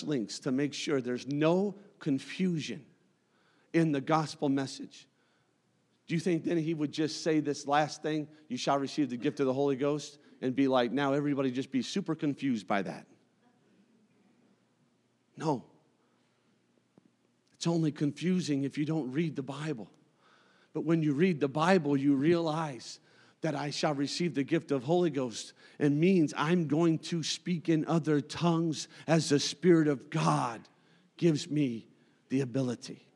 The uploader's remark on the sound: a service recording from Connect Point UPC